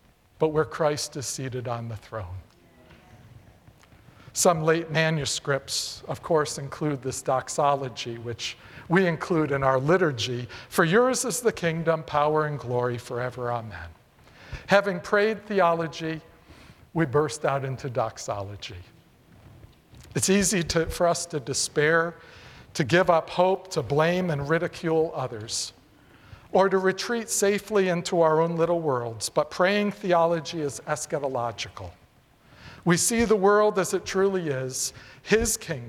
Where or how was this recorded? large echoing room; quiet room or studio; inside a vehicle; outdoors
large echoing room